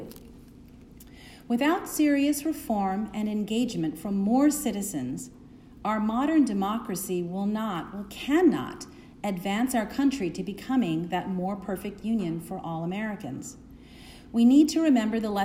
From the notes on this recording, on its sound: Delivers Remarks at the President's Church. To congregants at St.